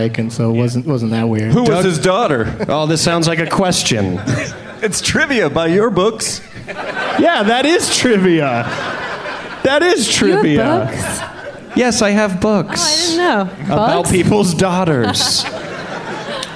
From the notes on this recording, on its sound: Podcasting live from Bumbershoot